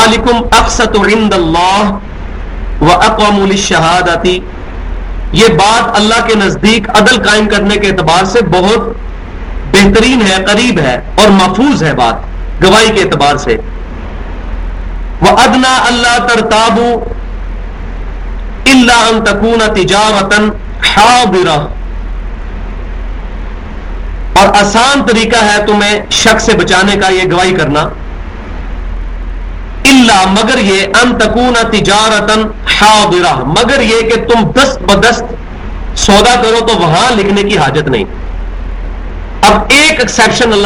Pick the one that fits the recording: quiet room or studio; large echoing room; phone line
large echoing room